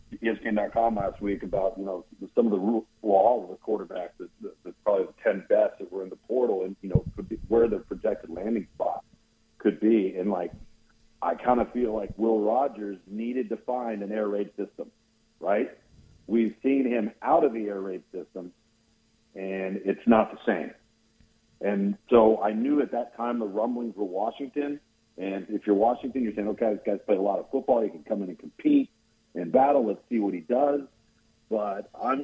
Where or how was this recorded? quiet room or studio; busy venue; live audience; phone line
phone line